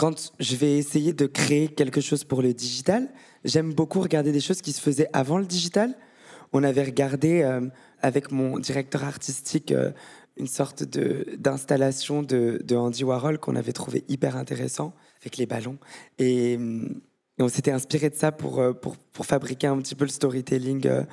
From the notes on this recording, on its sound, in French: Enregistré en direct au Paris Podcast Festival 2022 à la Gaîté Lyrique. A été enregistré en direct et devant le public du Paris Podcast Festival à la Gaîté Lyrique.